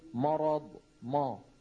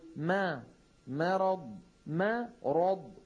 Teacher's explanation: كمان كلمة مرض فيها ثلاثة حروف، الميم والراء والضاد. الراء والضاد كلاهما مفخم، والميم وحدها هي المرققة · Shown in: second take